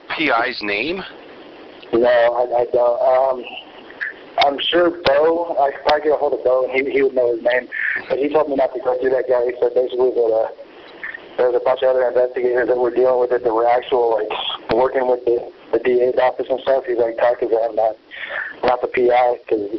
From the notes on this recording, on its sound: phone interview